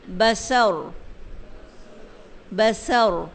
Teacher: بسرا کہہ کے نہیں کریں گے، بسرا سے بسر بسر. را جو ہے وہ ساکن ہے، لیکن اس سے پہلے چونکہ زبر ہے اس لیے را کو بھی موٹا کریں گے